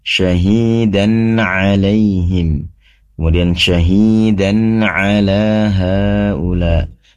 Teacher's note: Yang ingin kami perhatikan ketika membaca Ain ya, pastikan keluarnya dari tenggorokan bagian tengah